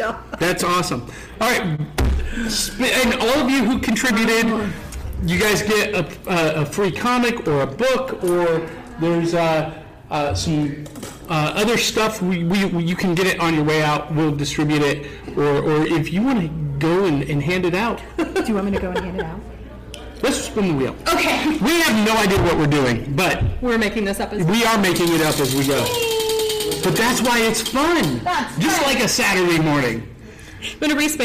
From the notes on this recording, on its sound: Broadcast live in front of a live audience at Chattacon!